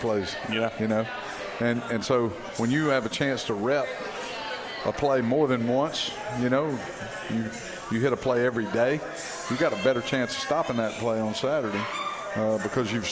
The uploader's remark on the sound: brought Hawk Talk to Moe's Original Barbecue in Old Cloverdale